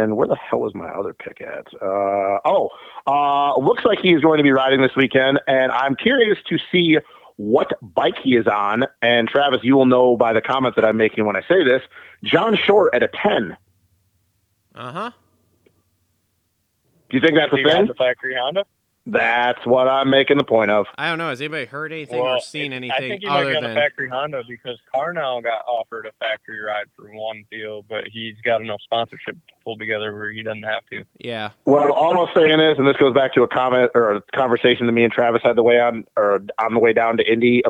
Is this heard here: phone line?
yes